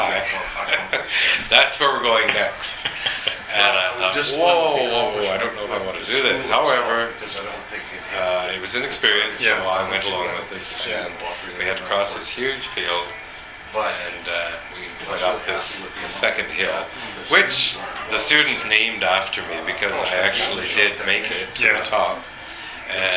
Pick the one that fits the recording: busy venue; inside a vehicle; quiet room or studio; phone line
busy venue